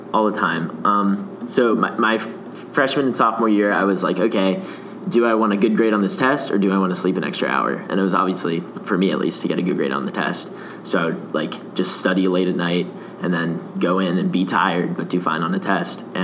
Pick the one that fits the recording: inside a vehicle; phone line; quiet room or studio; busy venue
busy venue